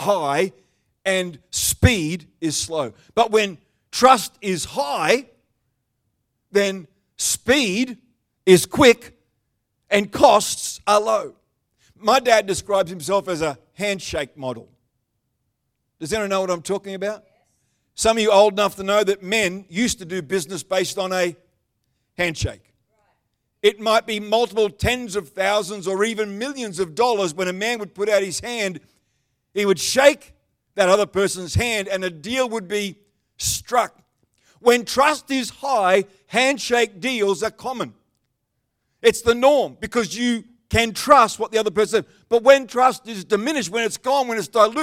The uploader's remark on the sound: The live stream of Destiny Church Atherton.